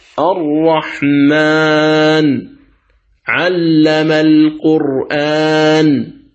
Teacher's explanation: فلاحظ هنا كلمة الرحمن النون فيها متحركة، النون فيها متحركة، لكنها عند الوقف تصير ساكنة فتقول الرحمن علم القرآن، فكلمة الرحمن النون فيها ليست ساكنة لكنها حال الوقف تكون ساكنة، يعني عارض لها السكون في الوقف، ولهذا سمي المد بالمد العارض.